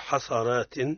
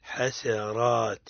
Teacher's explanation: بارك الله فيك، تلاوة طيبة، ملاحظة هنا في السين، لا نقول حصرات بل نقول حاساء، السين مرقق، فرق بين حصاء وبين حساء · Shown in: second take · حسرات. كذلك يريهم الله أعمالهم حسرات عليهم، وما هم بخارجين من النار.